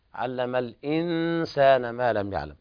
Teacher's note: الإنسان حقق الهمزة في علم الإنسان ما لم يعلم